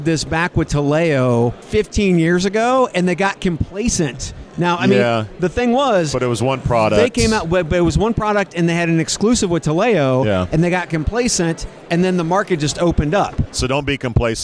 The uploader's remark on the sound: Enjoy this one, live from UNLEASHworld in Paris.